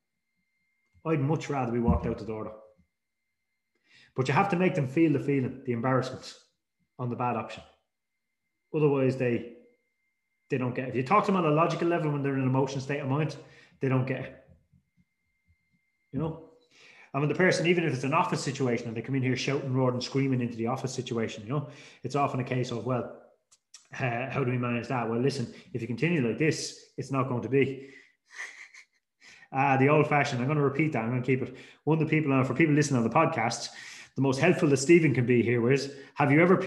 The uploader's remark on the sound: This week we have a recording of a webinar. There is also a short Q&A session at the end with a number of industry related questions.